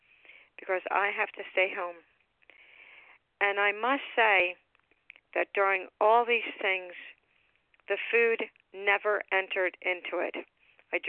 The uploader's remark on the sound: 100 Pounders Phone Meeting